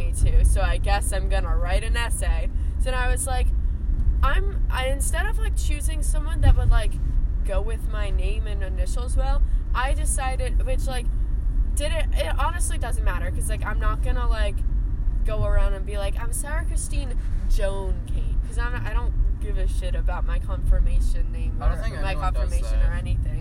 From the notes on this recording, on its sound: In this episode we’re driving instead of sailing. At some point we get mcdonald’s bc we were hungry and then we talk and eat at the same time.